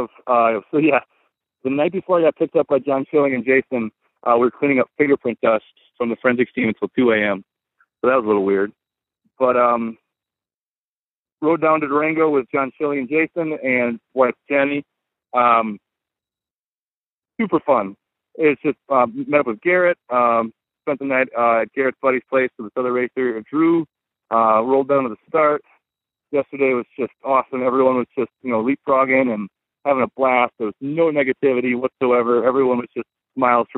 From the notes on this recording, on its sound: MTBCast: Colorado Trail Race ’17. Called in from Silverton!